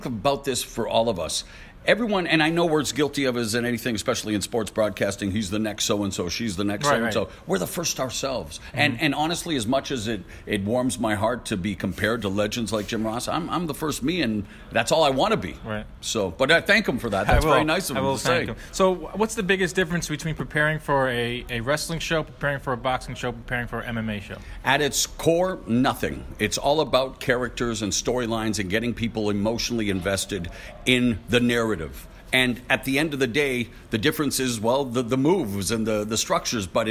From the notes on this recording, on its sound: Live from the Barclays Center. Before Danny Garcia-Shawn Porter.